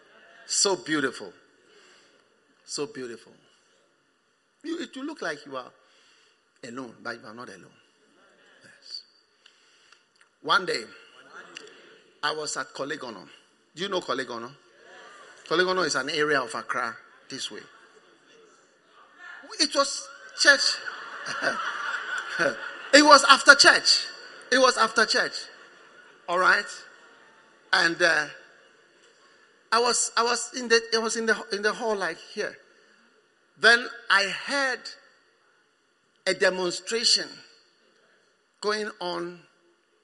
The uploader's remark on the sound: Preached at the First Love Center, Accra.